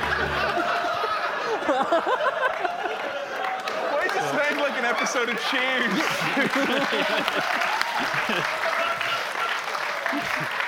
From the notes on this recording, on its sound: As part of the London Podcast Festival. Took to the stage in Kings Place Theatre. Featuring a Q&A with fans!